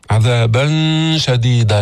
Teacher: لسانك بيبقى تحت ما يطلع على مخرج النون، فقط الغنة تأتي بها من الخيشوم · Term: إخفاء